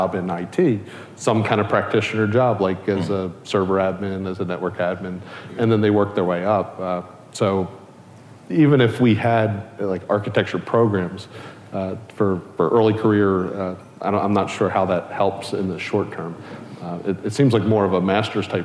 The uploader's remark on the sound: Was recorded live at the Future:Net 2017 conference.